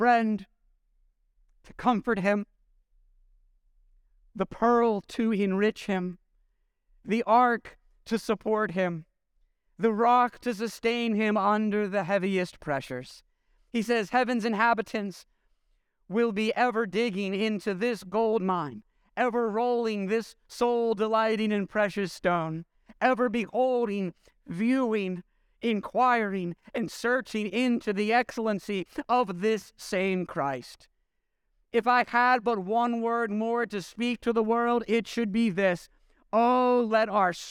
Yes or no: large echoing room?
yes